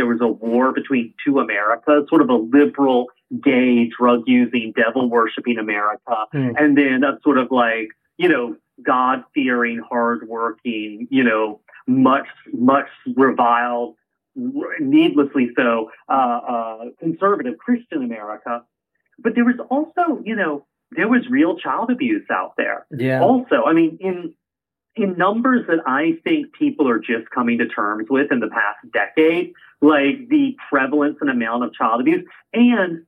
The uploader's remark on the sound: via phone